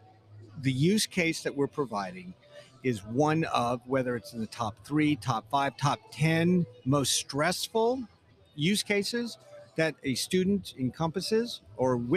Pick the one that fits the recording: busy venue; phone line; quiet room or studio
busy venue